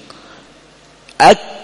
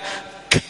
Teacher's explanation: الحرف الشديد المهموس الذي هو الكاف والتاء شديد في أوله مهموس في آخره، هكذا يعبر عنه بهذا، شديد في أوله مهموس في آخره.